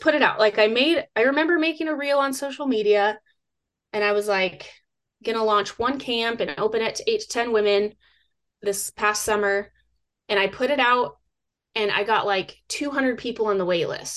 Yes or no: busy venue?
no